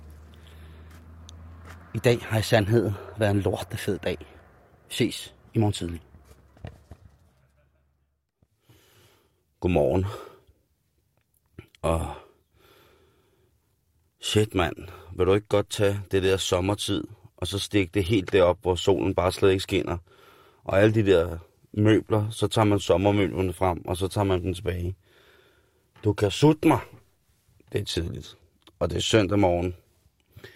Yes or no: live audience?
no